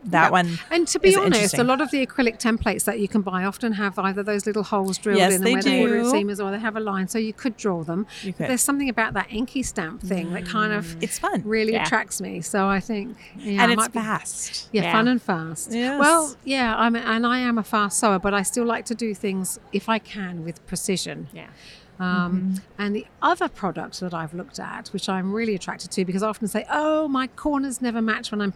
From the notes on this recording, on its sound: live from the Quilt Market show floor